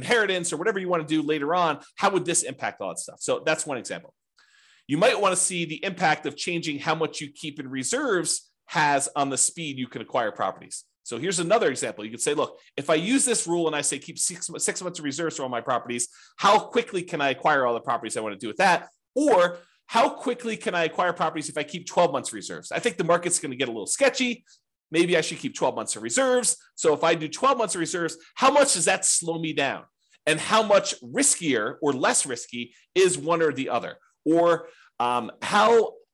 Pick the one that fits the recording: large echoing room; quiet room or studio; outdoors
quiet room or studio